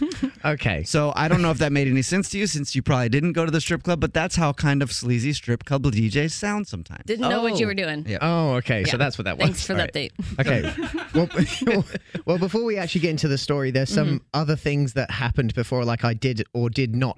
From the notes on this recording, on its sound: A Pass The Phone Prank